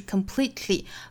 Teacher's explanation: 尾部的这个 t 和舌侧音组合在一起发舌边爆破音